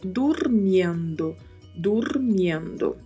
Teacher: tendo bastante cuidado com a pronúncia do R com o som de vibrato e de pronunciar claramente o yendo.